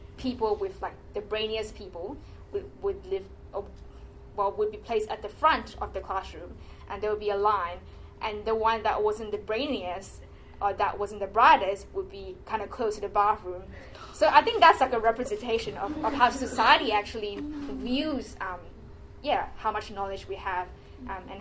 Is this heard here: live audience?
yes